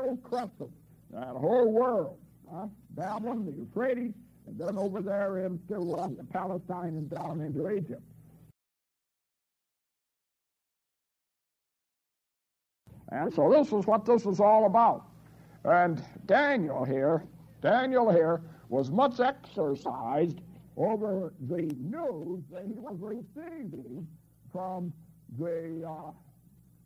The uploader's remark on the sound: At the Mid-South Bible College 1978/1979 Friday Morning Men of Memphis Class. In the processing of this original cassette tape recording the first three minutes of the tape drags a bit. After three minutes the remainder of the message is fine.